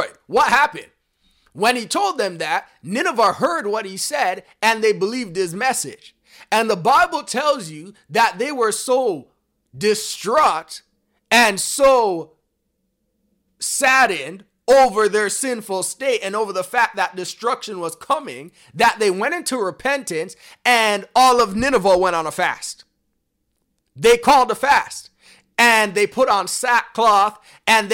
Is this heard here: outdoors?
no